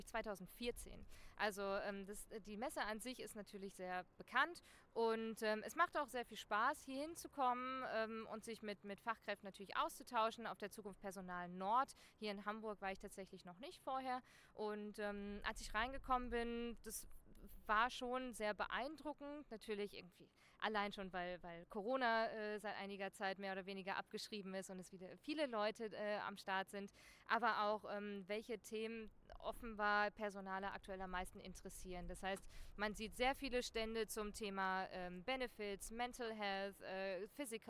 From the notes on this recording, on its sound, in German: Live von der ZP Nord 2023.